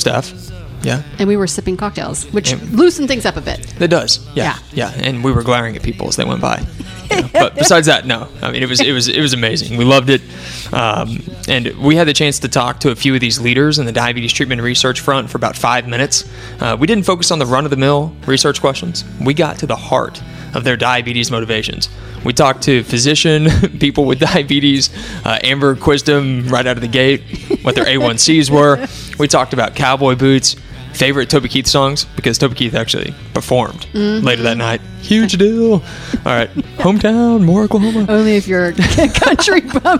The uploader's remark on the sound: In the midst of a VIP cocktail hour LIVE from the Connect+Cure Gala in Oklahoma City, leaders on the diabetes research and treatment frontier were kind enough to converse with us.